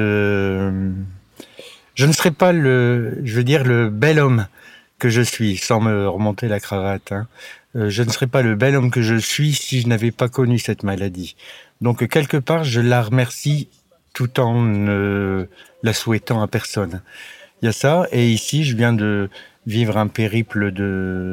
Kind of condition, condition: setting, outdoors